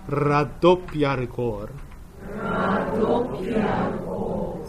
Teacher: このようにラはね、巻いてください、いっぱい。